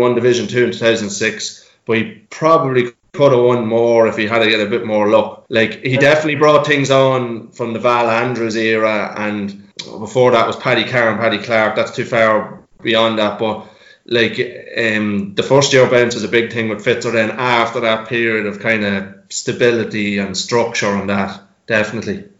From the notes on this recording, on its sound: Louth and Proud has gone full quarantine with a nostalgia packed podcast on Zoom no less!